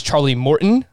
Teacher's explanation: I just don't pronounce the T.